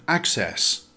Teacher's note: Access, with the stress on the first syllable.